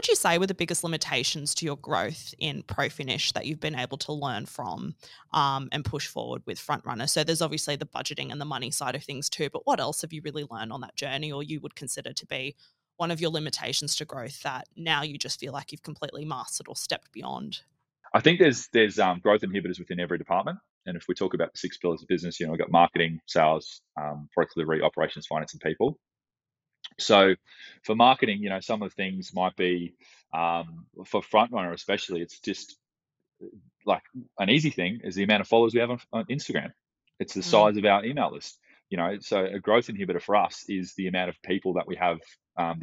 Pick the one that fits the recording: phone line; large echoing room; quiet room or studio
quiet room or studio